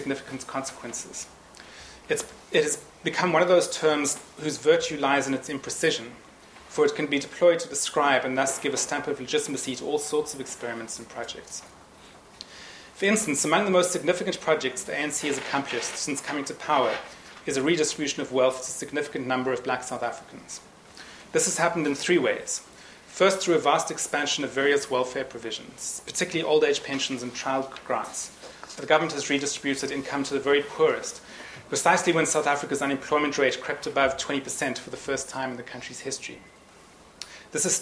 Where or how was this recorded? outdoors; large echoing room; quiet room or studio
large echoing room